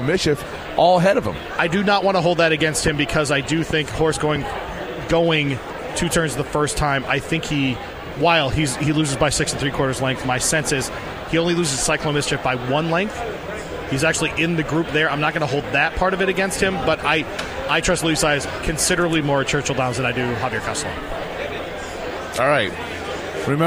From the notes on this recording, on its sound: live from Churchill Downs